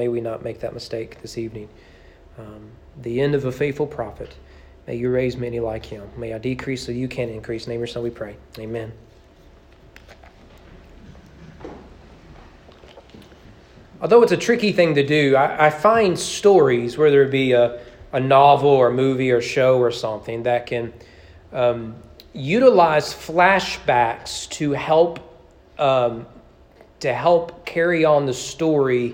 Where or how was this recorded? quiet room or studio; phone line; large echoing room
large echoing room